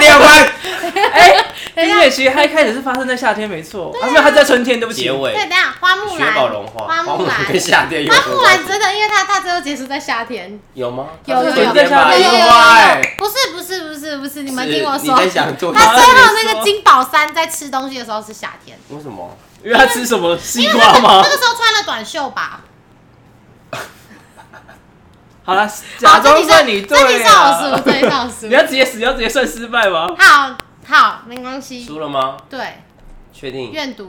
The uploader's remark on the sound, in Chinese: 本期挑戰賽單元為遊戲類競賽，故首次嘗試此單元的我們並未調整好收音設備之狀態，相較於以往的音質可能會因為過於激動與瘋癲而過於爆音，建議將音量調小服用。